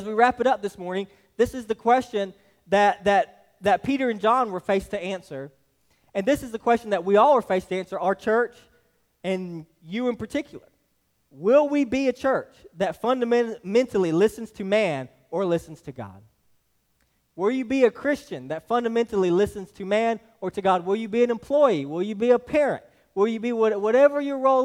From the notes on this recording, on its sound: This message was delivered to Hillside Baptist Church in Eastman, GA on 6/11/23.